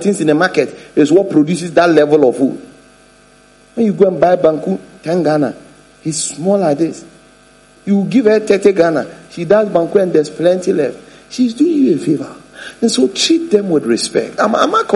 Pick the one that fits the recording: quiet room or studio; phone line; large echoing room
large echoing room